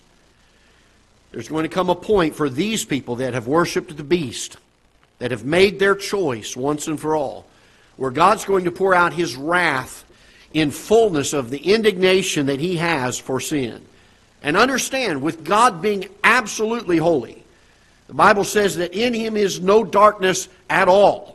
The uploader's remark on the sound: Ketha Heights Baptist Church ~ Live Broadcast